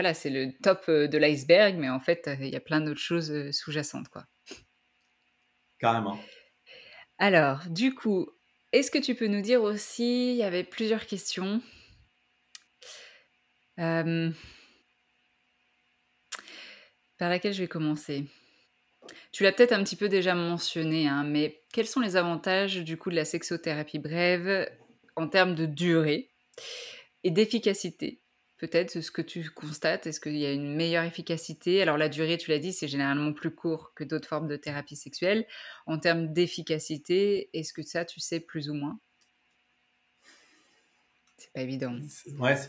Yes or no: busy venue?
no